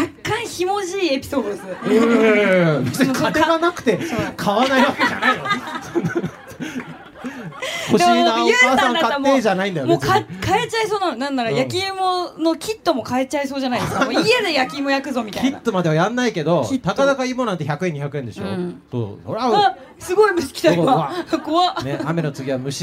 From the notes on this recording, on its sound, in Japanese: 公開収録！in東京スカイツリータウン。